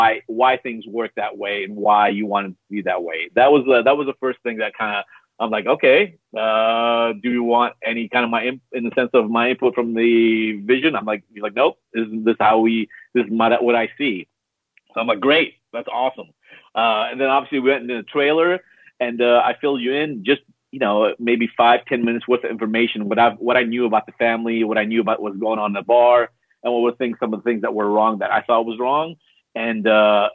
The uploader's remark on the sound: live caller segment